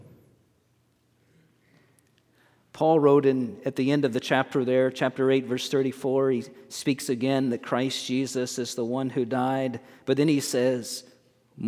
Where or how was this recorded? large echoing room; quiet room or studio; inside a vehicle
large echoing room